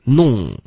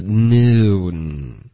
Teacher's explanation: 结尾的这个 n 的音，舌头要顶上去上颚，别发一个后鼻音 · Shown in: second take